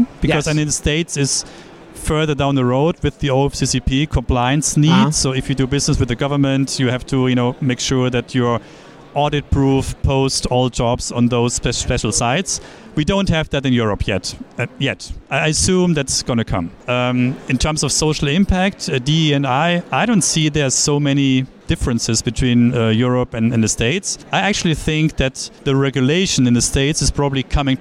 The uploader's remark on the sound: Enjoy this one, live from UNLEASHworld in Paris.